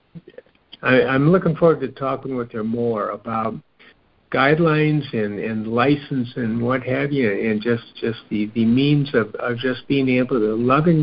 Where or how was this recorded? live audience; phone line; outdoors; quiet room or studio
phone line